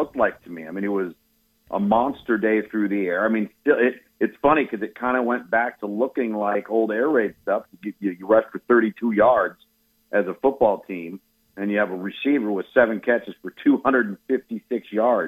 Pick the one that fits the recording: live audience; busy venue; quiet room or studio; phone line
phone line